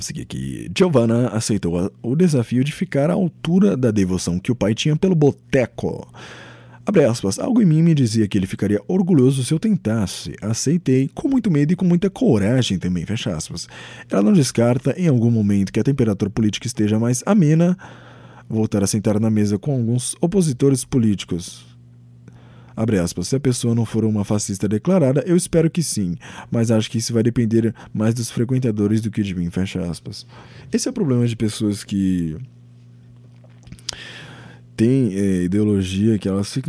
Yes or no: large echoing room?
no